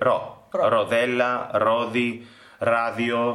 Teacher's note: We don't have a roll in ro in Greek language. It's a flip.